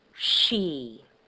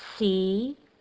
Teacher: Sh is a sound made with rounded lips. Compared to S, the tongue is further back and more rounded further back in the mouth.